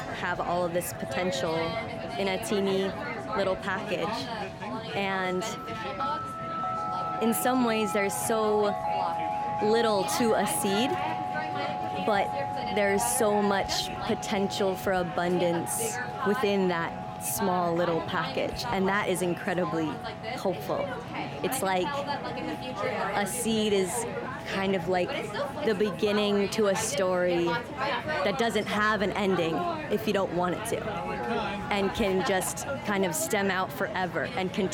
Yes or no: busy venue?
yes